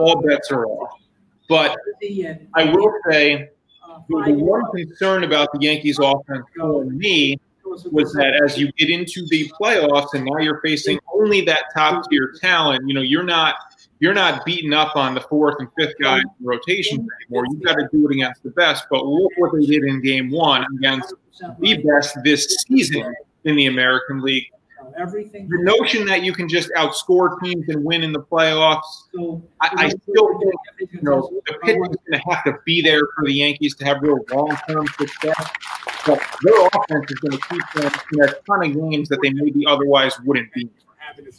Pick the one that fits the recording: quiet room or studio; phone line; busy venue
busy venue